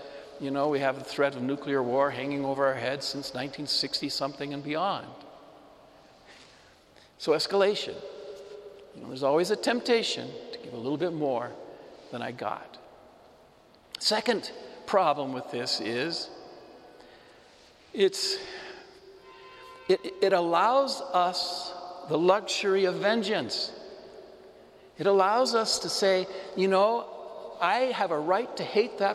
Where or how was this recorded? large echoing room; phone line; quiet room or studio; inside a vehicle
large echoing room